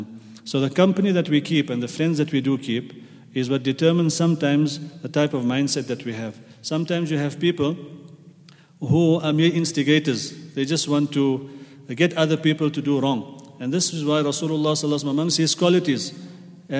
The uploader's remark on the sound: at the Houghton Masjid (West Street)